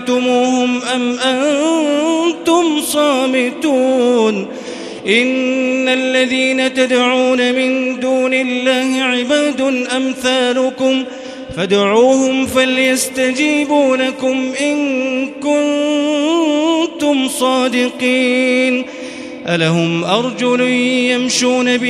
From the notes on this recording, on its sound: This is Live Recitation from Masjid ul-Haram in Al-Makkah Al-Mukarramah. Special thanks to Haramain Recordings for this recitation.